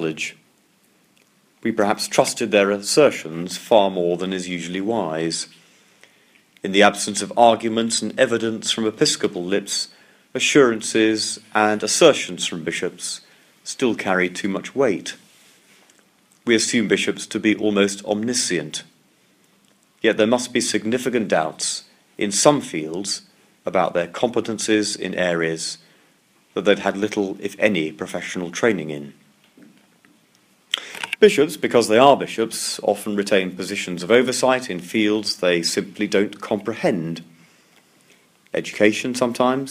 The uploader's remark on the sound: lecture, delivered at St Mark's National Theological Centre on 14 August 2017